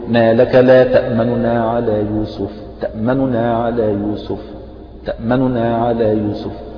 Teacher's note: تخطف النون الأولى بسرعة بس كأنك نطقت بثلثي الحركة وحذفت ثلثها · Term: الاختلاس